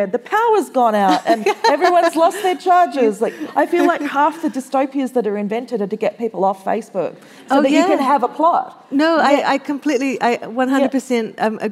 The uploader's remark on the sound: This episode was recorded live at the 2023 Sydney Writers’ Festival.